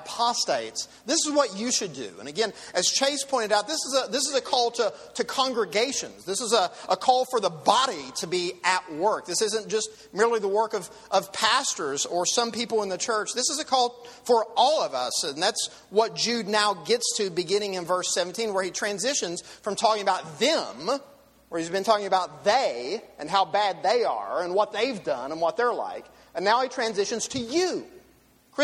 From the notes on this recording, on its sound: These messages are from the 2018 For The Church Conference hosted jointly by Bayou View Baptist Church, Grace Memorial Baptist Church, and Redeemer Baptist Church in Gulfport, MS.